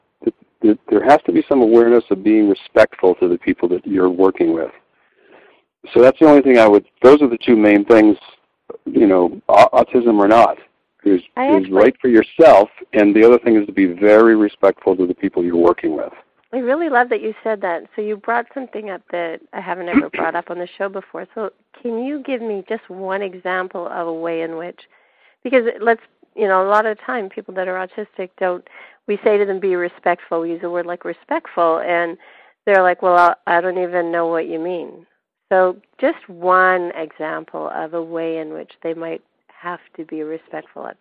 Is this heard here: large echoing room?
no